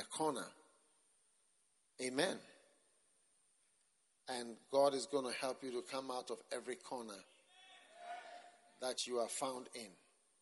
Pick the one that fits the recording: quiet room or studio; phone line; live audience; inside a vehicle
live audience